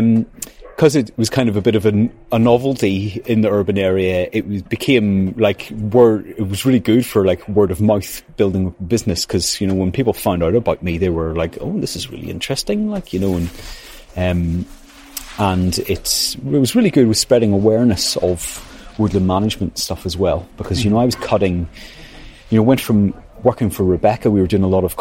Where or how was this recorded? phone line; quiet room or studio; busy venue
busy venue